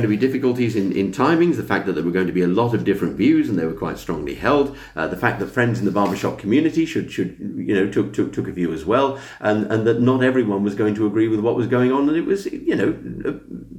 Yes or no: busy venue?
no